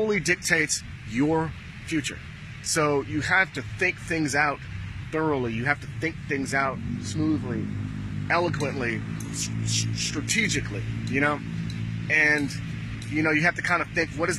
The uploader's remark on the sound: Live from Pattaya Beach, Thailand